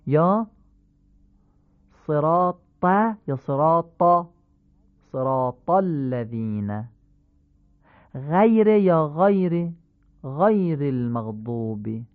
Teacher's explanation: فتحه با 8 حرف مفخمه مانند آ ولی کوتاه تلفظ میشود. با سایر حروف هم مثل فارسی معمولی خواهد بود.